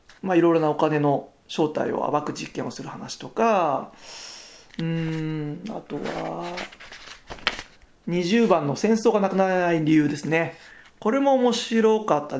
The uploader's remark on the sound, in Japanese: 育児の合間のミッドナイト配信。アドリブ収録で、放送事項になるぬように、本めくりながらの収録→めくる音がちくっとグダグダですが。